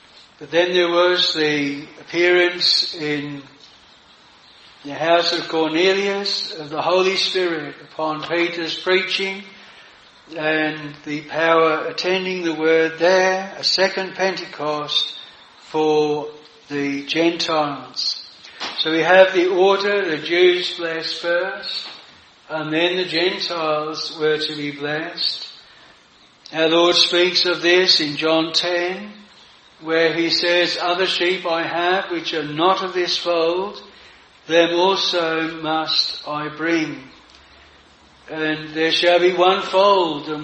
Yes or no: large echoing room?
yes